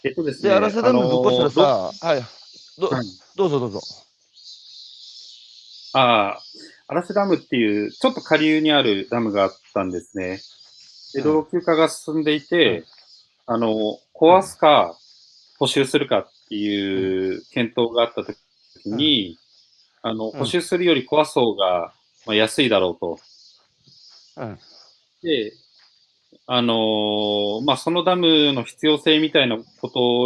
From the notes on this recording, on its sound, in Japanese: 歩きながら1時間、対談する。